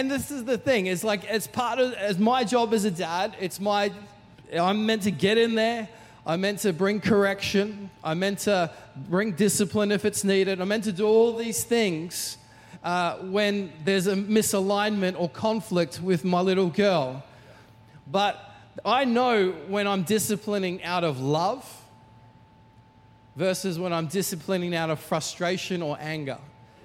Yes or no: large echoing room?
yes